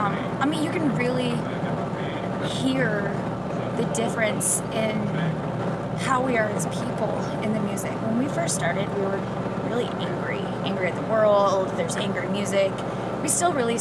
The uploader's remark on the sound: We had a few minutes to kill just outside of the venue. With a little background noise I was still able to have a quick chat.